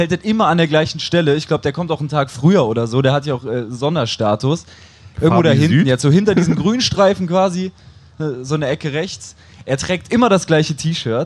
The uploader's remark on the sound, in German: live vom Splash Festival